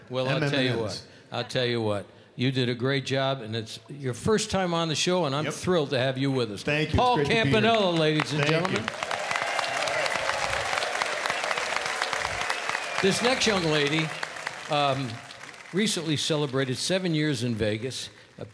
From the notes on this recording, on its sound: Live at the South Point Casino